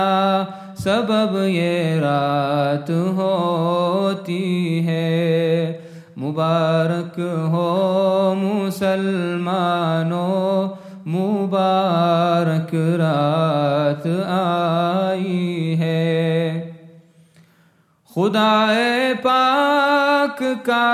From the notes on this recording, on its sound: at the Houghton Masjid (West Street)